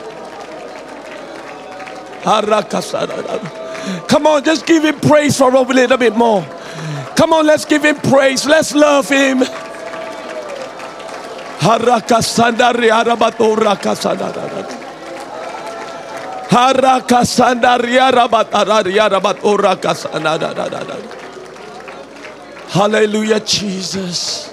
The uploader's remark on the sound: Preached at Deep Calleth Deep Conference 23, 6 December Morning Service.